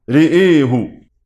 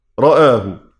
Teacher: الثاني إمالة الراء والهمزة معا · Shown in: first take